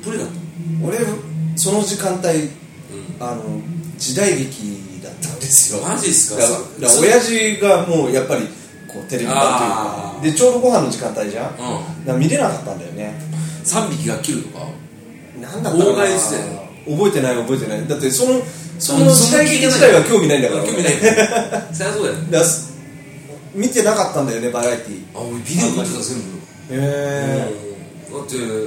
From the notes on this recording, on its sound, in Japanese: カラオケボックス収録なので音声は悪いですが